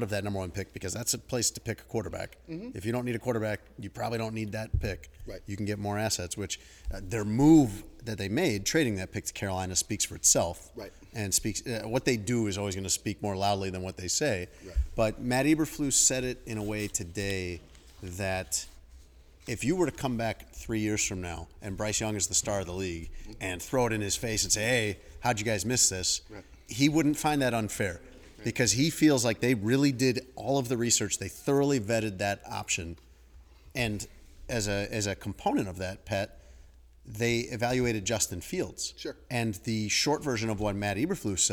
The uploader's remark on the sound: Live From The NFL Meetings. From the NFL's annual meetings in Phoenix.